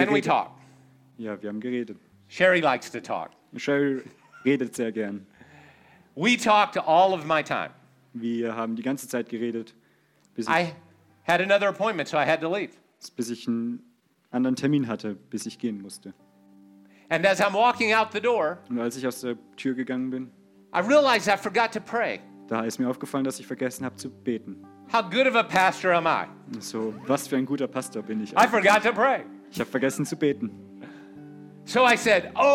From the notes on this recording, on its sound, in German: in der Gemeinde Kaleo Schopfheim aufgenommen